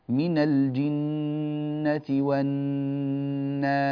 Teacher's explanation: لاحظوا أن النون في الجنة والناس نون هي نفسها مشددة · Term: نون مشددة